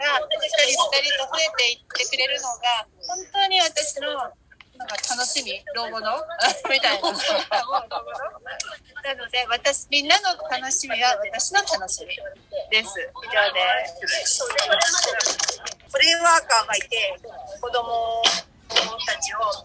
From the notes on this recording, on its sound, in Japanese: 大人も楽しいどんぐりの森 森のワールドカフェの様子を録音させていただきました！ 千葉県四街道市。